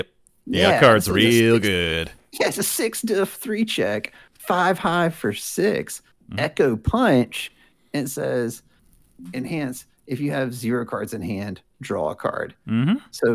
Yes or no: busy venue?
no